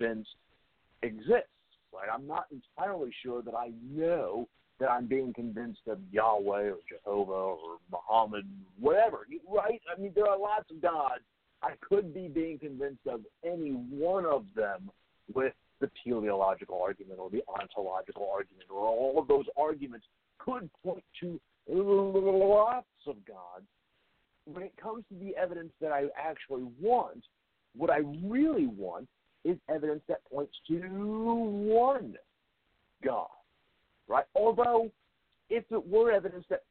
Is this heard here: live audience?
no